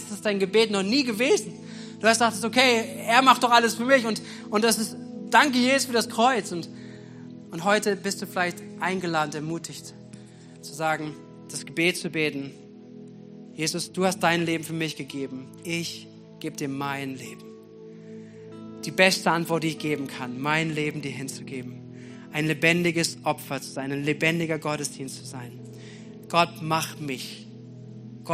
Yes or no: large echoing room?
yes